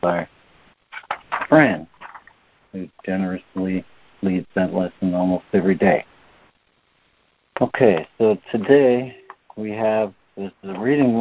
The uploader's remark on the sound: ACIM Daily Conference Call